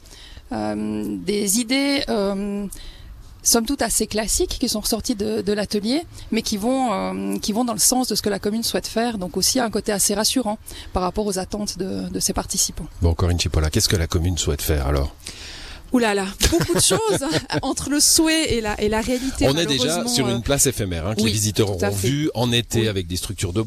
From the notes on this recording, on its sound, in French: Morgins. Emission en direct de la place du village.